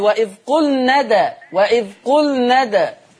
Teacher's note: بيني قلقلة الدال، تحريك حرف الدال